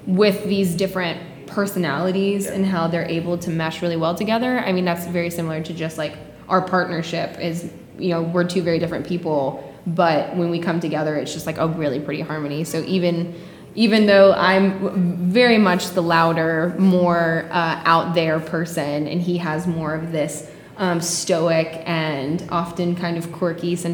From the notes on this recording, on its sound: Live from the Oakhouse in Canton Ga.